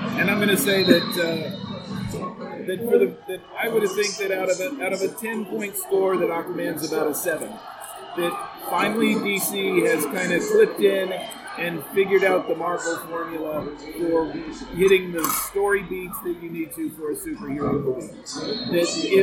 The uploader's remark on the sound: The discussion was recorded at a local Bar and grill, so we have to let you know that while the discussion is great, the background noise is loud.